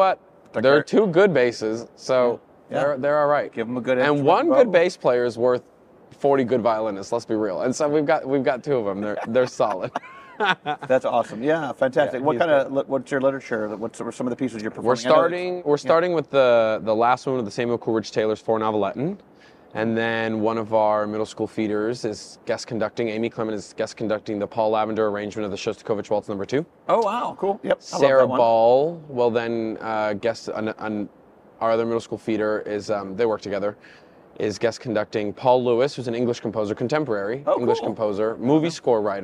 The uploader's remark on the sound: North Gwinnett High School at the 2022 Midwest Clinic.